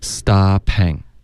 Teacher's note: 不要有一个 out 的音，不要有嘴唇慢慢嘟起来的滑动